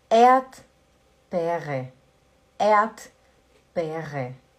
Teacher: o primeiro R a gente não pronuncia